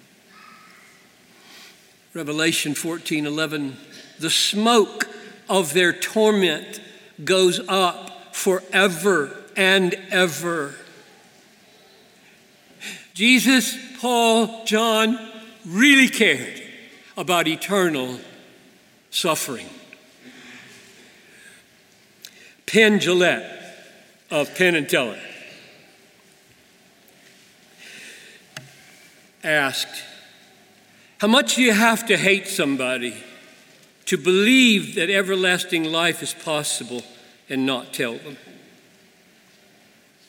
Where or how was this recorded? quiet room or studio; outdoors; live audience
live audience